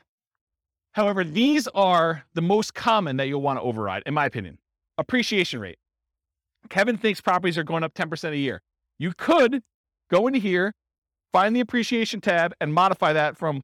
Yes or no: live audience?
yes